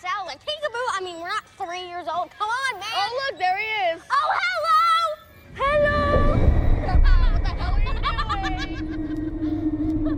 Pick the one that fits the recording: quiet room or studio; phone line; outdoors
outdoors